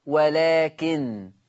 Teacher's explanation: ورش اللي قرأ بتخفيف النون فهيقف يقول ولكن نون مخففة بدون غنة